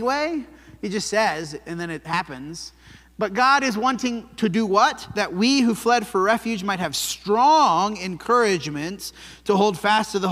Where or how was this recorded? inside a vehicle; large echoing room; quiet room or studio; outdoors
large echoing room